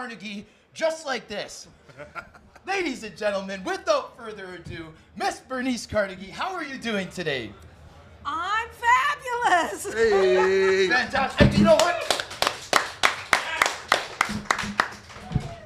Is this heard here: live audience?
yes